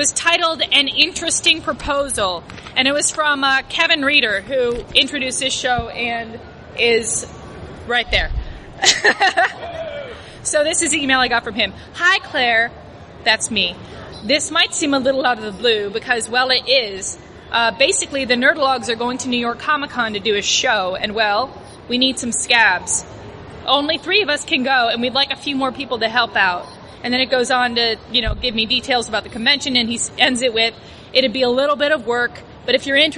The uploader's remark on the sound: We Nerds were really stoked to bring our storytelling show to Chicago's premiere comic convention this year. Recorded on the C2E2 Live! Please pardon the louder-than-usual crowd noise; recording was a little trickier than we anticipated.